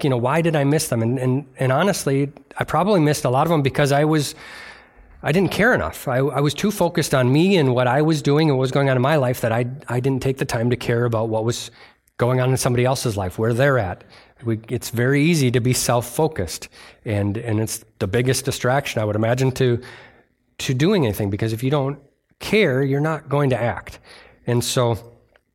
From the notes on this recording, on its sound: delivered on November 19th, 2023 at Bible Center Church in Maiden Rock, Wisconsin